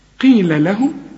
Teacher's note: القاف في آخر درجات التفخيم